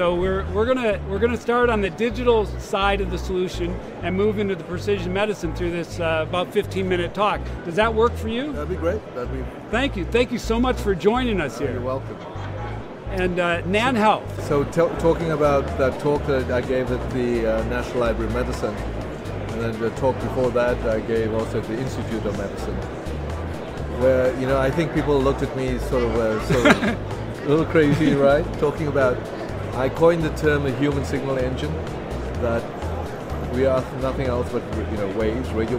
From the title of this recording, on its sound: LIVE from #HiMSS16